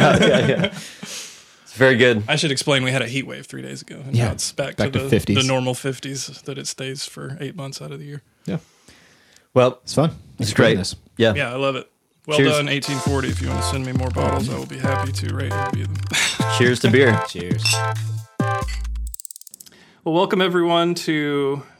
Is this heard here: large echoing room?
no